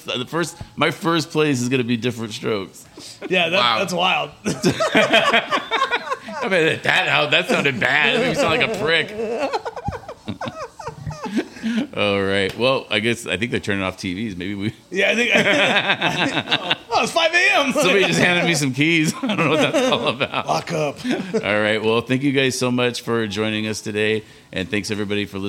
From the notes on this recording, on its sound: Live from the Wheelhouse Lounge. Gets a giant cramp in his leg and almost takes out the entire sound board.